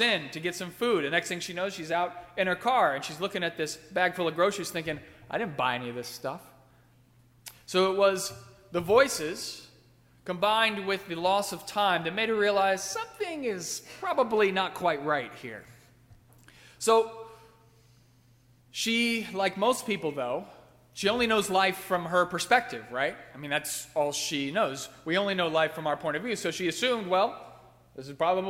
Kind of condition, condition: setting, large echoing room